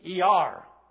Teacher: they put the emphasis on the first and the last syllables, and the middle one disappears. And that's what a syncopation comes from. · Term: syncope